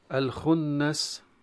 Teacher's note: بالخنس، طبعا لام التعريف هنا لام تظهر عند الخاء. الخنس النون المشددة حكمها الغنة بمقدار الحركتين، والغنة مصدرها الخشوم